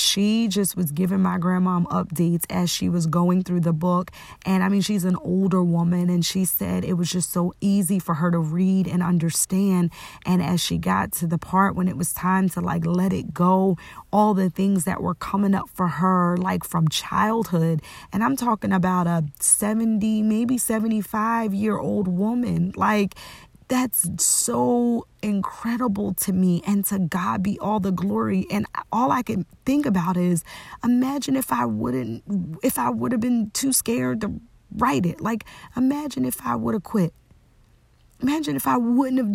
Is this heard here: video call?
no